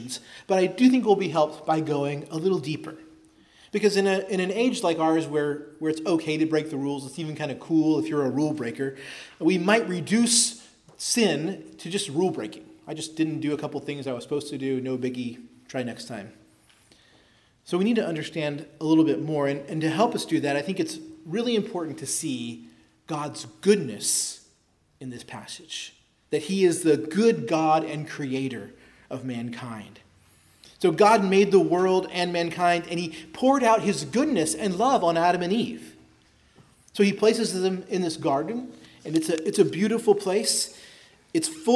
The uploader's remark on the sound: preached at Christ Our Savior Baptist Church on Sunday, December 10, 2023